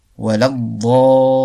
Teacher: Donc, al-mad al-lazim al-kalimi, dans un même mot, peut être muthaqqal al-lourdi en raison d'un idram intense. La shadda suit le mad. Durée 6 temps.